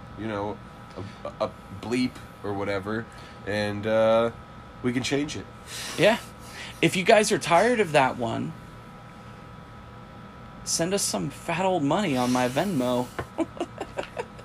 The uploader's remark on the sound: Sorry in advance for the AC unit in the background, we live in the south and it’s hot.